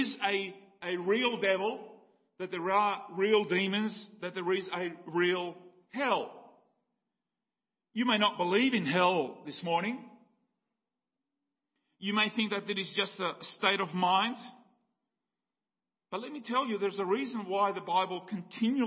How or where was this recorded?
large echoing room